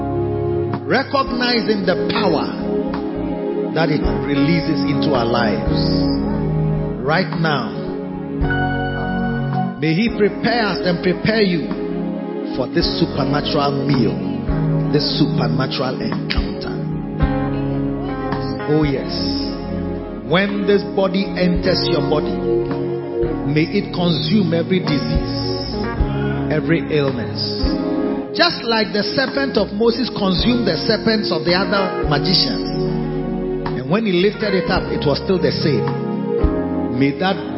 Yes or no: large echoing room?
yes